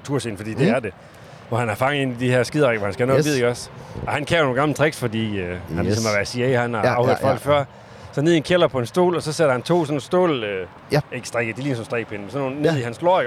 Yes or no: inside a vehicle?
yes